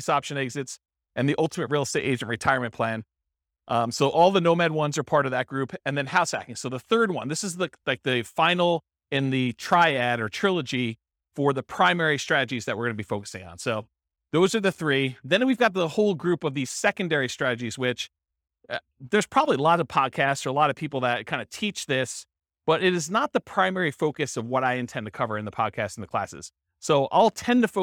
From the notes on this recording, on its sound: This was a live class recorded